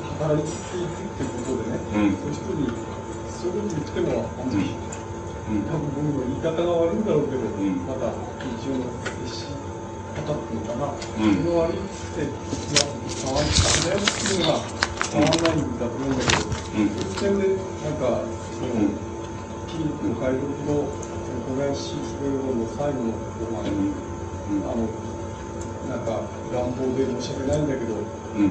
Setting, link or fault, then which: fault, background noise